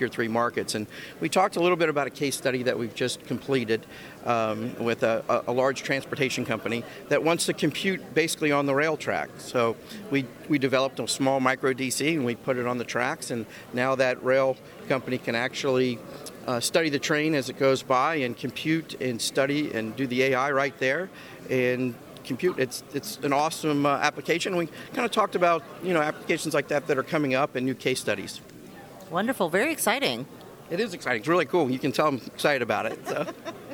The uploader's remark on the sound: Live from PTC'20